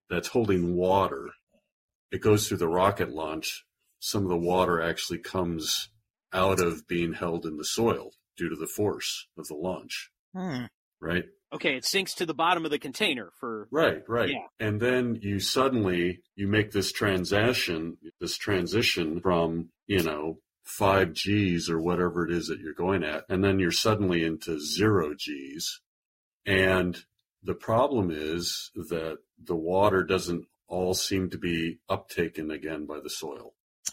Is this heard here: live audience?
no